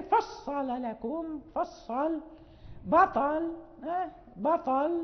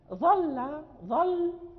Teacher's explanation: نقف باللام مغلظة في هذه الكلمات كلها